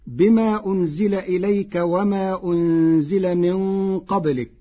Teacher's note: قرأ ورش المدين بإشباع المد بقدر 6 لأنه مد منفصل